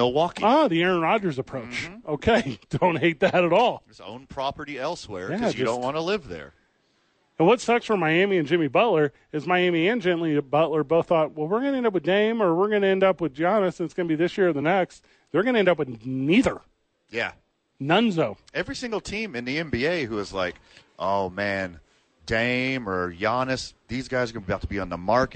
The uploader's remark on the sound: live from the YMCA